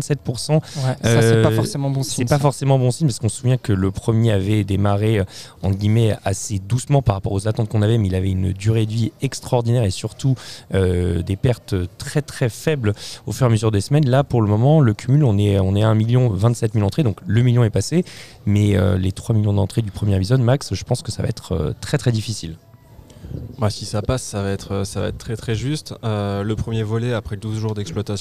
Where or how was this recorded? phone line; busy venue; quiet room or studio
busy venue